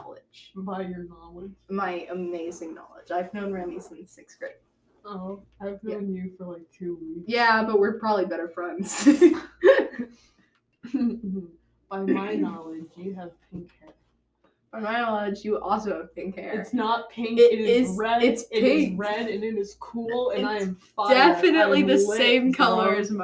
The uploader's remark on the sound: We didnt check the mic. Today's episode sounds awful.